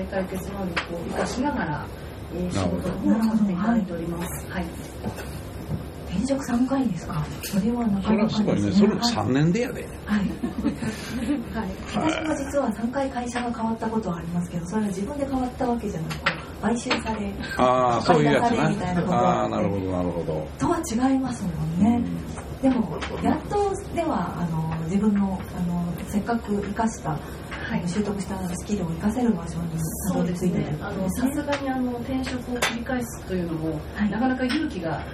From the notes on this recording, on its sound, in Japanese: 土曜日はライブハウスで問題解決！』。赤坂エルカミーノさんで行った公開収録の第一弾です。少し食器の音などがうるさいですが、それもライブハウスの雰囲気として。